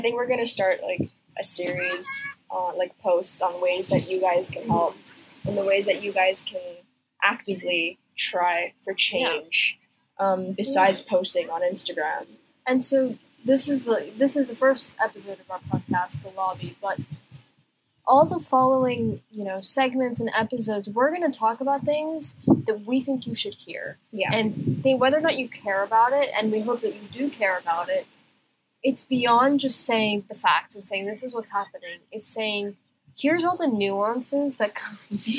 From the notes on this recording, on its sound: NOTE: Quality of audio for this episode is low due to technical difficulties.